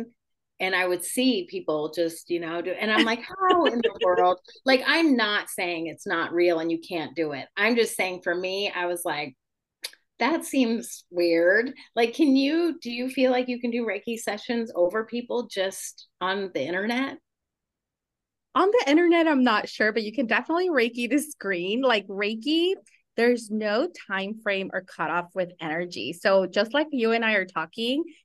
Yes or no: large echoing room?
no